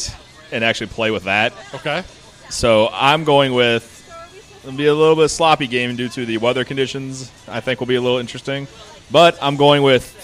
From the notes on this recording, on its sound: Live at The Winter Classic Part 2. Part 2 of our live broadcast outside Busch Stadium.